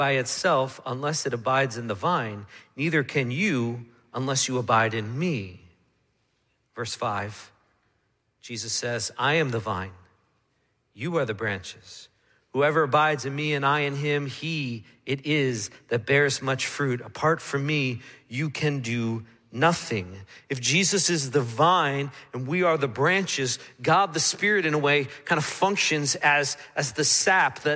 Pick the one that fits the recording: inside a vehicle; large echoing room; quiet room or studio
large echoing room